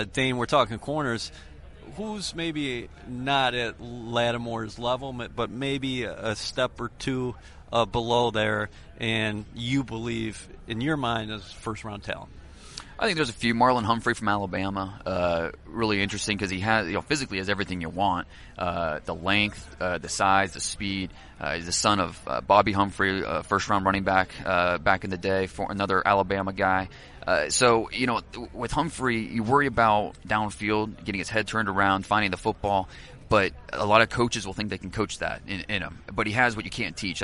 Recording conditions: busy venue